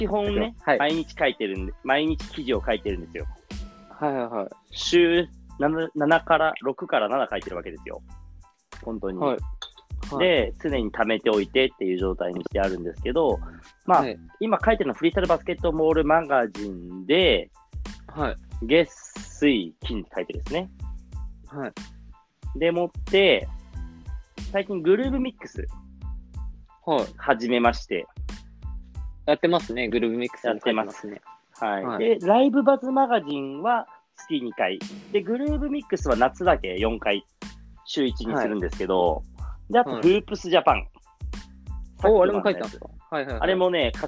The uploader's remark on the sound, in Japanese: リモート収録